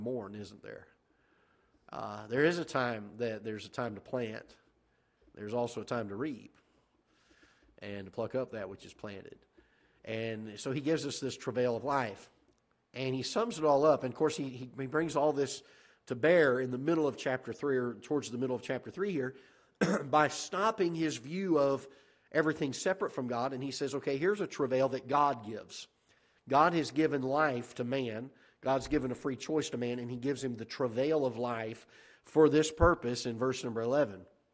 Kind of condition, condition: setting, large echoing room